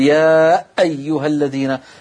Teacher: يقول يا أيها الذين فيشدد الهمزة، فهذا شيء ممجوج